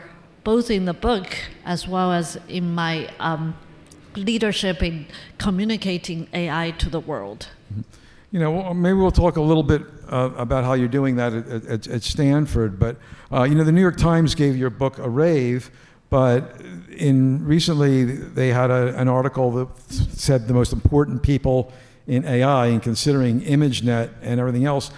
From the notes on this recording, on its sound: Live on Stage. A very special session from the recent LiveWIRED event celebrating WIRED’s 30th anniversary.